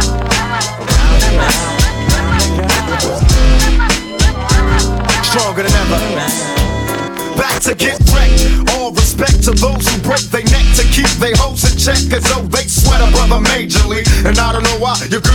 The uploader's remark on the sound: LIVE from Oakside Lounge. A Live segment from my Friday night spot.